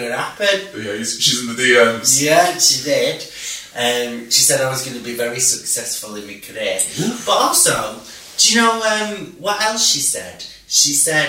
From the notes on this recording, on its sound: Apologies for the bad audio quality!!!